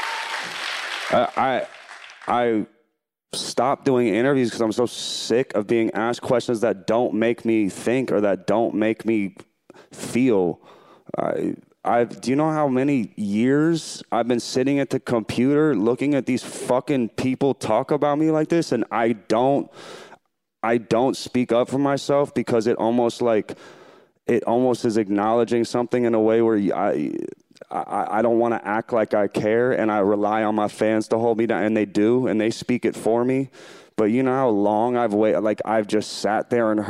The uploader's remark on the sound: In front of an audience at the SCAD Savannah Film Festival.